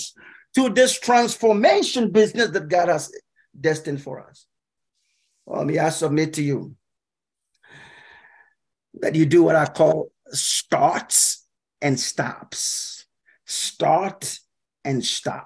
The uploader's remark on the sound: Message taught via Zoom at Church of Pentecost USA—PIWC, Silver Spring, MD.